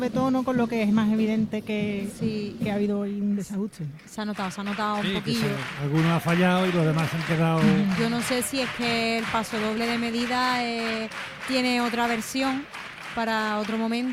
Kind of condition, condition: setting, live audience